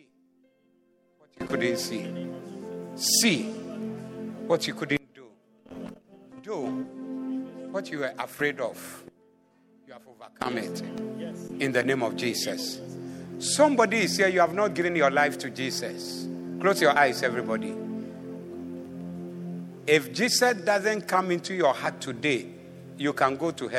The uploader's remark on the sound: Preached at the Doxa Service 15052022